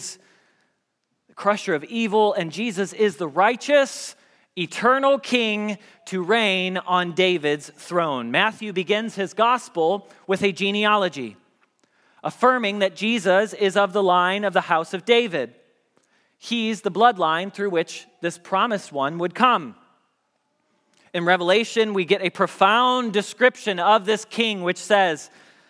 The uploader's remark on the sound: Message Preached at Valley Creek Church.